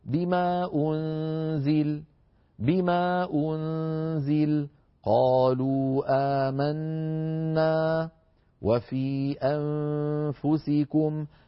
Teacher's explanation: فلا يزيدون هذا المد عن حده الطبيعي، وكأن الهمزة لم تأتي وكأن الهمزة لا أثر لها · Term: المد المنفصل